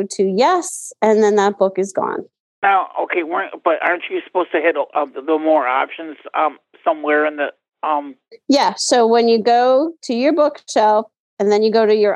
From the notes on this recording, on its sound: This is the recording of the BlindShell Classic 2 - 101 and Beyond call held in ACB Community on 27 March, 2023.